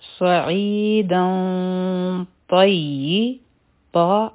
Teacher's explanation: وایو سعیدا مخکې چونکې طا راغله نو دلته به اخفا کوو غټه اخفا د دې دپاره به مونږه دوه سیکنډه ټایم ورکوو